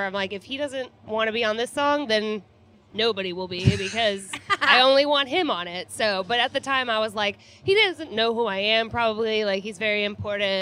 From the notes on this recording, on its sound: at Tortuga Music Festival